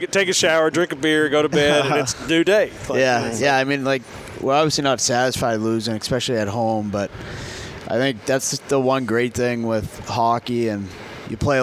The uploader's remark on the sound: Live at the VBC with the Huntsville Havoc.